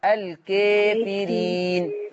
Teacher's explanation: يعني الفتحة هميل بيها شوية هفتح فك بالعرض. · Term: مقللة